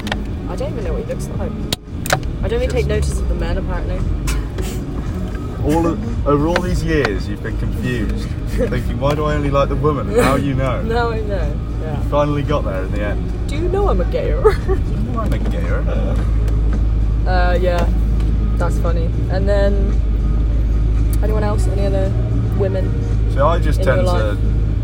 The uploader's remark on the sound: in the car on the way back home from uni, nearly crashing multiple times